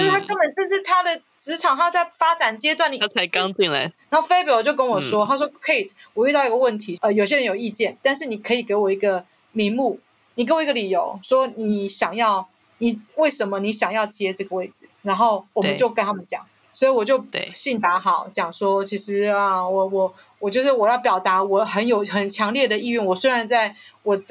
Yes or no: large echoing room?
no